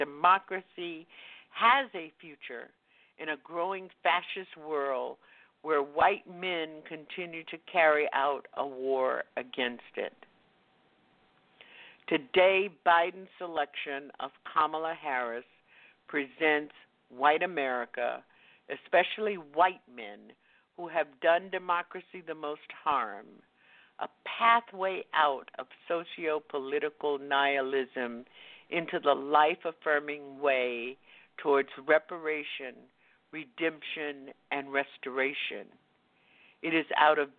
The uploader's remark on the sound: OPEN MIC Wednesday Night. Listeners who "call-in" via telephone.